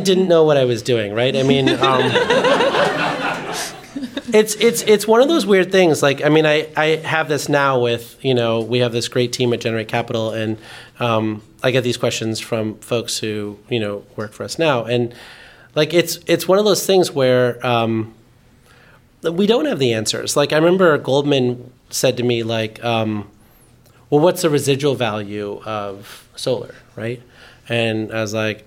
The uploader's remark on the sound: The live podcast series Watt It Takes. Watt It Takes is a live interview series produced by Powerhouse in partnership with GTM. The conversation was recorded live in Oakland, California.